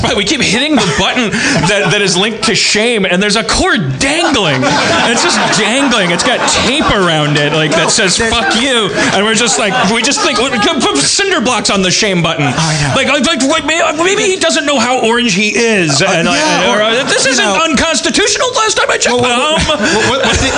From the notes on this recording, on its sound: Harmontown performs its last show on the stages of Nerdmelt in the back of Meltdown comics